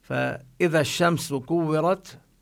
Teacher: الشمس اللام التي فيها لا تلفظ، اللام الشمسية أو الشين من الحروف الشمسية، وإذا وقفنا عندها نمد، إذا الألف موجودة، لكن عند الوصل يسقط المد حتى لا يلتقي ساكنا الألف مع الشين.